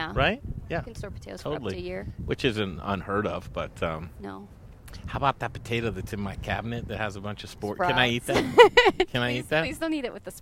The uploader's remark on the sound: Live from the NEW Odell Brewing Co Brewhouse and taproom in Sloan's Lake!